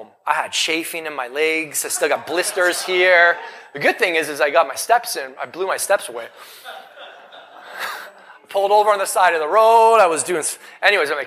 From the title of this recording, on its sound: Recorded LIVE in Vegas